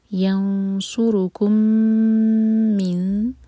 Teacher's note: میم کو ہولڈ کریں گے، دو سیکنڈس کا ٹائم دیں گے. ینصرکم من، میم کے بعد جو نون ہے وہ ہے ایمٹی، اس کے بعد ہے دال، تو یہاں پر ہوگا اخفاء اور لائٹ اخفا. · Term: ادغام شفوی